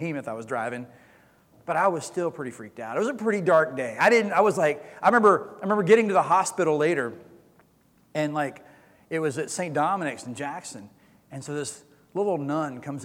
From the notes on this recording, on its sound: Recorded sermon from Easter Sunday April 17, 2022.